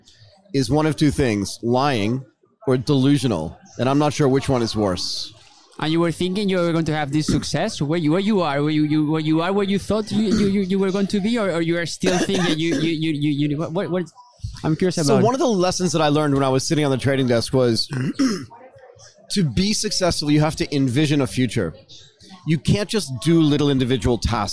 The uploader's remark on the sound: During this broadcast at the Singapore Fintech Festival, we discussed the trends at the forefront of this transformation.